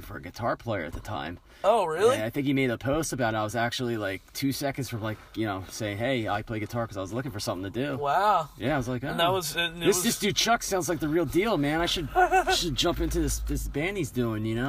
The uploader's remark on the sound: shoot the shit for a little while outside a gig in PA